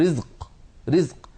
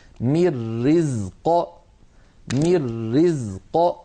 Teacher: ما أريد منهم من رزق، أحيانا بعض إخواننا يقفون عليها فيتحيرون كيف يقلقلون القاف وقبلها ساكن فيقولون رزق رزق، ليست هكذا، لابد من إعطاء حرف الزاي حقه ثم بعد ذلك نقلقل القاف · Shown in: second take · هكذا من رزق من رزق، فنعطي كل حرف حقه.